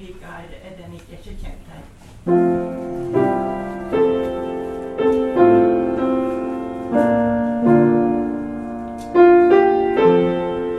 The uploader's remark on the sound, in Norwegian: Lydopptak av gudstjenesten 16. august